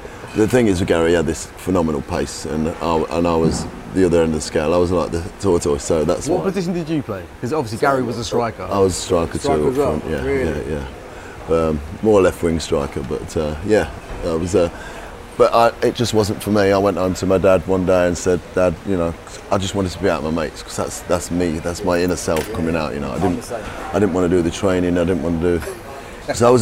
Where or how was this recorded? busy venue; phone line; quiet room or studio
busy venue